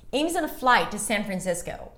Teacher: I'm kind of breaking the rhythm by stressing San Francisco.